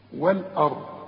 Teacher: خد بالك، أنا قلت لك قبل كده كل أراضي القرآن، ما دام أقول والأرض، الهمزة لازم أرققها، أقول وال، أقول والآ، اللام رققها والهمزة رققها، وفخم الراء